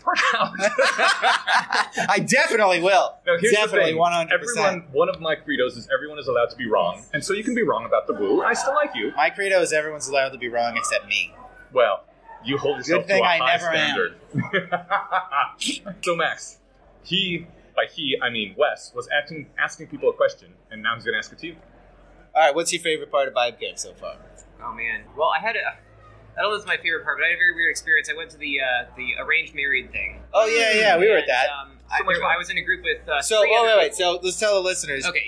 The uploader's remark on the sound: report live from Vibecamp!